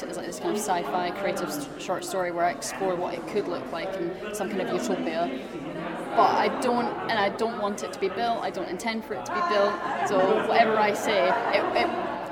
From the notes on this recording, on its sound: We bring you to the South West research conference at University of West England.